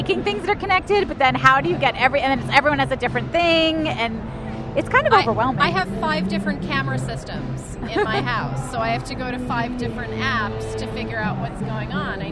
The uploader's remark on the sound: Live from the Consumer Electronics Show!